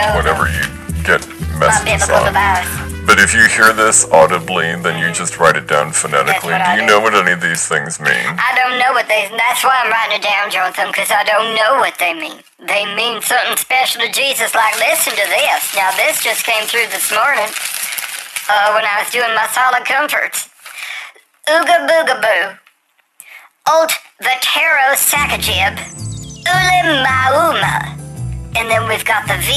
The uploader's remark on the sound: Open The Phone Lines